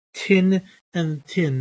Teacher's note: the Southern Irish English would say tin and tin. And it would be an aspirated T.